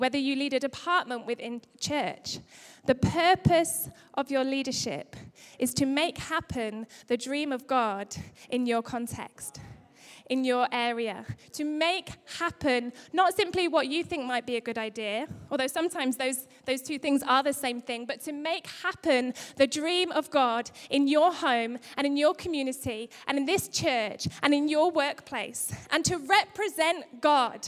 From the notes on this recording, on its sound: Recorded live at Life Church.